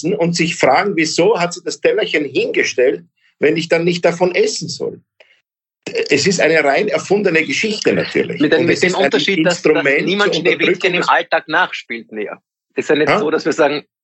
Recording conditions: video call